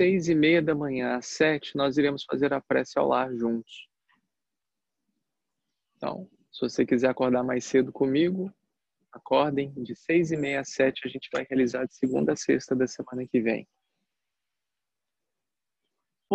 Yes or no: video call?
yes